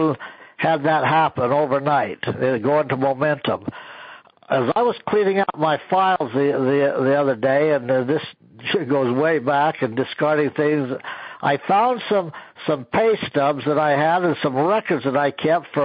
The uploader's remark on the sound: an archive of weekly conference calls